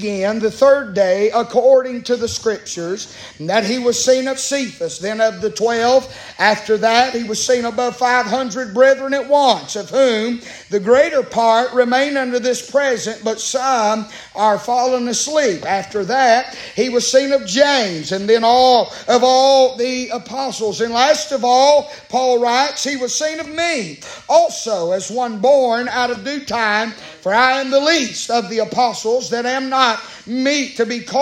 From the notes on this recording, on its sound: Live from Still Water Baptist Church on 4/19/23. Preaching live from Still Water Baptist Church.